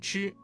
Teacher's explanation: 吃的发音位置是舌尖抵住或接近硬腭的后部 · Term: 翘舌音